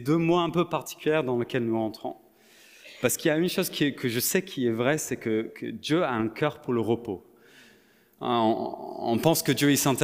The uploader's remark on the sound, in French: Enregistré à l'église CVV, le 03/07/2022